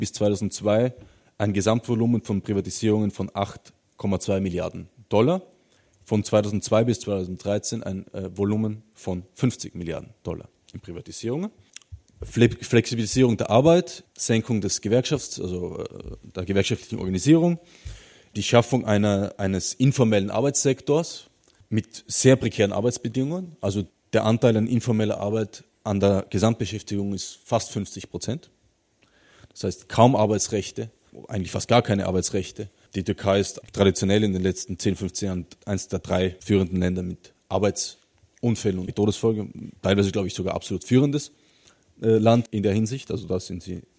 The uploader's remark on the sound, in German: Führte das Kultur- und Kommunikationszentrum Pavillon Hannover und gemeinsam mit der Rosa-Luxemburg-Stiftung Niedersachsen eine Vortrags- und Diskussionsveranstaltung.